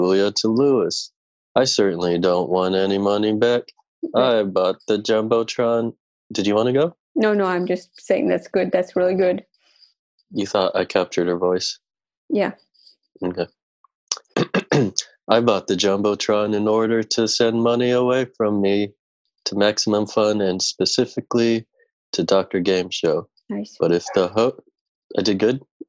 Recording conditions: video call